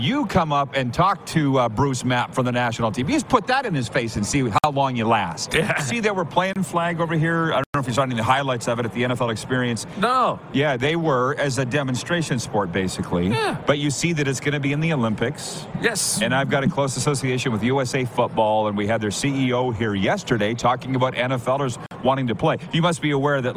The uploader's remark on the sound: LIVE from Radio Row at Super Bowl in Las Vegas, Nevada! Live guests right in the heat of the action!